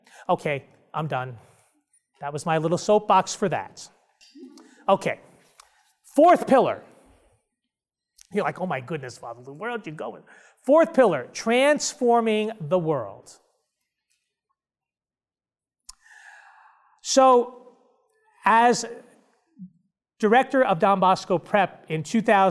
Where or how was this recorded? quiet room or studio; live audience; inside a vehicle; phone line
live audience